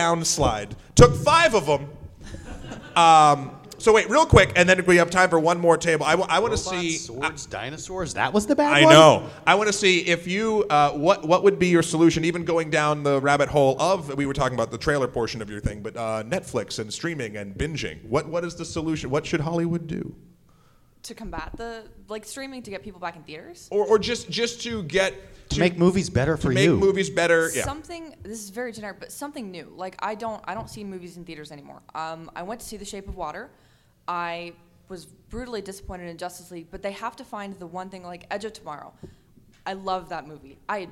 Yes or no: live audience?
yes